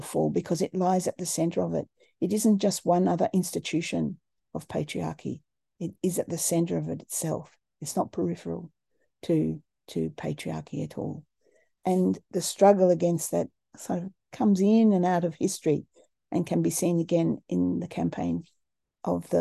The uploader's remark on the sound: A live webinar on Sunday 27th August 2023 10am UK time.